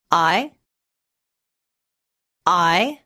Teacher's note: The I sound is a diphthong.This means it's made up of two sounds. It's a combination of the a sound and the e sound.